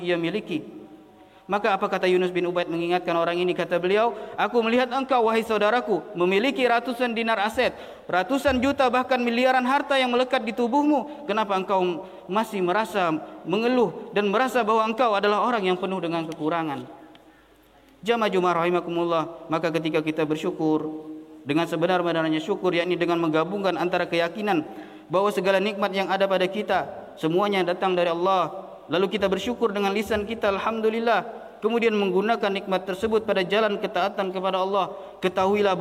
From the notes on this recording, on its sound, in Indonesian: LIVE AUDIO KHOTBAH JUM'AT. MASJID IMAM SYAFI'I PANGKALAN BUN.